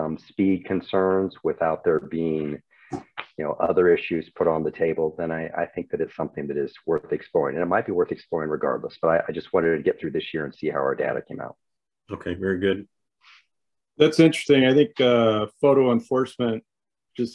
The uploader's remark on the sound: Was held on Zoom.